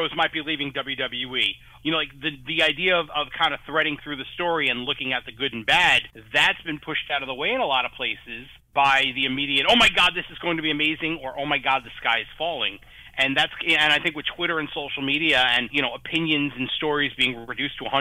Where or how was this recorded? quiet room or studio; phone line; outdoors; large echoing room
phone line